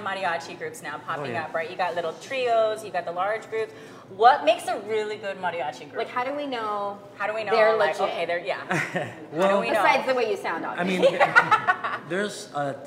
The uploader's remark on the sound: With our LIVE audience from Jokesters Pub N Grub.